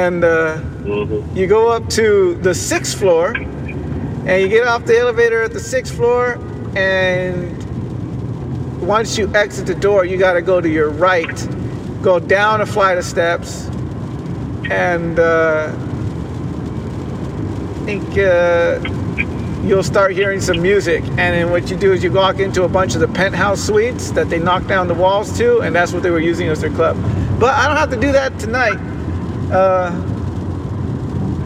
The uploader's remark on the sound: Live drive. While driving to tijuana.